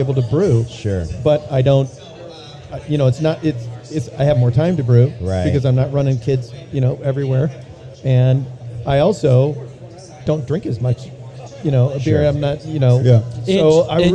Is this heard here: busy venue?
yes